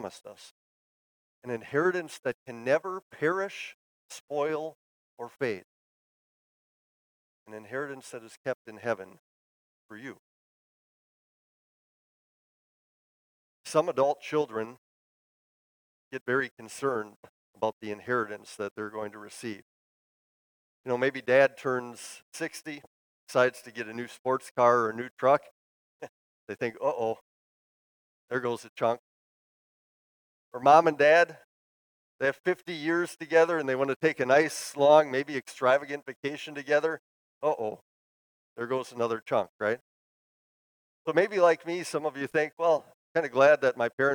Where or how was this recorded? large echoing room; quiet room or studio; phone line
large echoing room